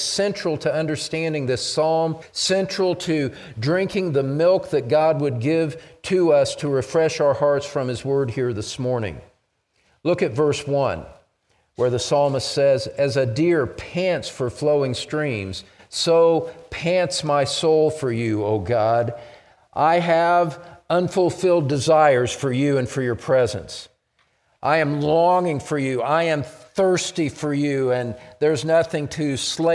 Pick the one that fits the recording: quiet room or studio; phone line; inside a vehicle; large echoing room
large echoing room